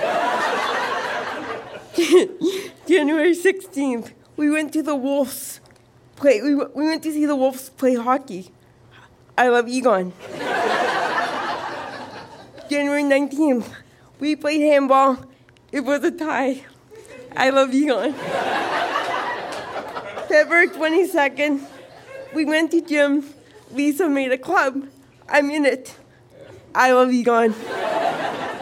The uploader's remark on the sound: Recorded live at Fromagerie Elgin in Sudbury.